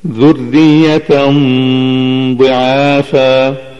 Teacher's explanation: تفخيم الغنة عند الضاد